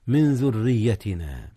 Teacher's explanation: أخفي نون من قبل الذال إذ الذال من حروف الإخفاء